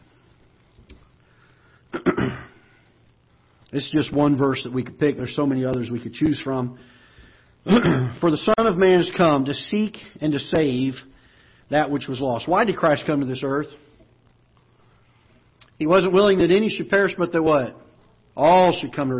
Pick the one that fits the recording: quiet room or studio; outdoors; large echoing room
large echoing room